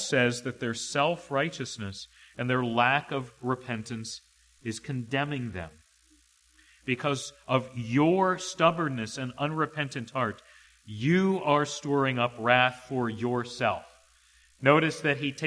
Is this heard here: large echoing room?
yes